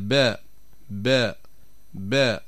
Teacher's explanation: تخرج من بين الشفتين بانطباقهما انطباقا أقوى بدون اشتراك الخيشوم، من دون أن نشارك الخيشوم يعني الأنف بالنسبة لخروج هذا الحرف. · Term: حرف الباء